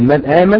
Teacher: نقول من آمن بالسكون نون وبتحقيق الهمزة